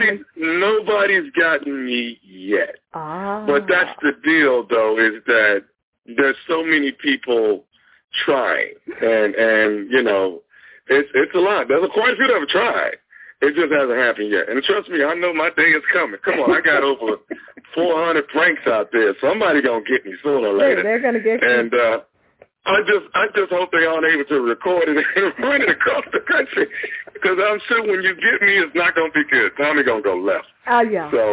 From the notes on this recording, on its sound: Phoned in directly from Rome earlier this week.